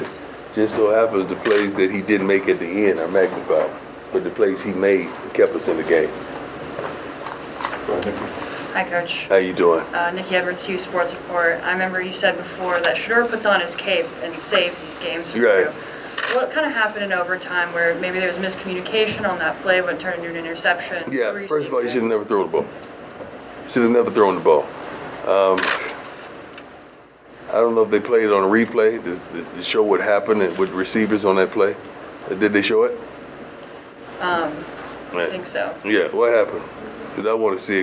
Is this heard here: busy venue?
yes